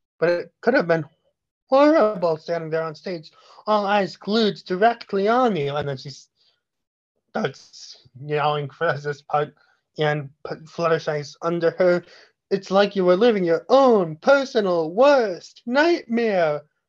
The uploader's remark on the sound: Sorry about the lag we were recording this podcast virtually.